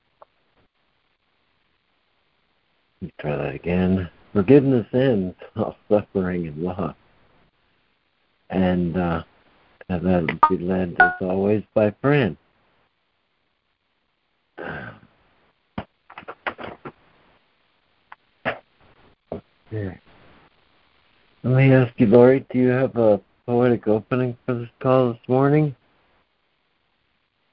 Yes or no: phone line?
yes